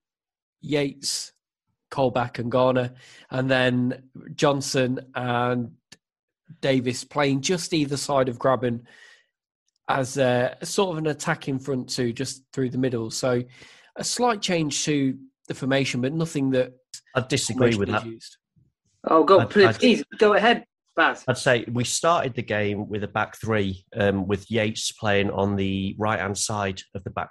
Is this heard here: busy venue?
no